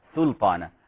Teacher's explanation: احذر من تفخيم السين حتى لا تنقلب إلى صاد